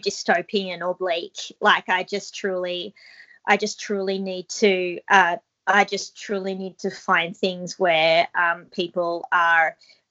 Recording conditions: video call